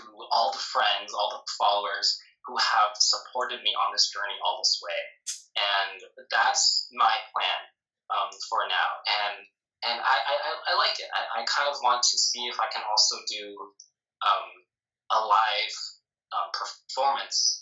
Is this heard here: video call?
yes